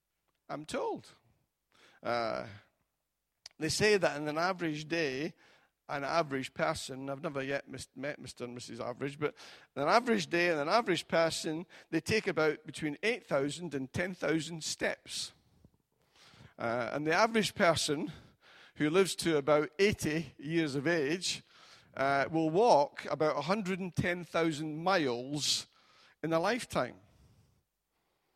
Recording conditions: large echoing room